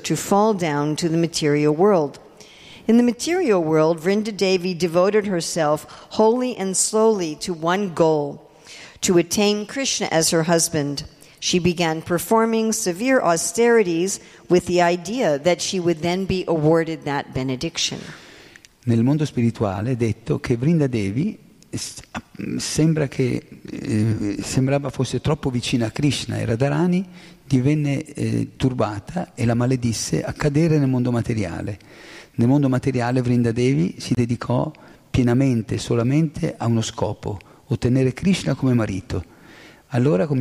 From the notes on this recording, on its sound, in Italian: In diretta dal Tempio di Villa Vrindavana.